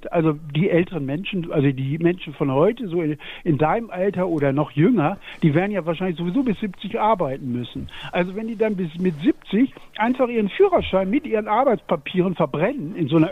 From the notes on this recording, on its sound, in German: Live aus dem Krankenwagen. Er sich nur per Telefon aus dem Notarztwagen melden kann.